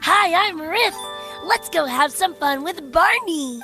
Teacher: Riff has like a lot of vocal fry going on